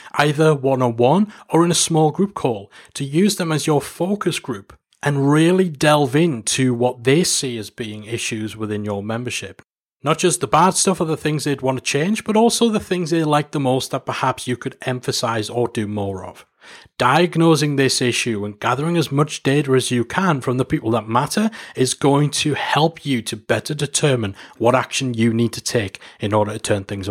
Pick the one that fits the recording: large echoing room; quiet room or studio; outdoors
quiet room or studio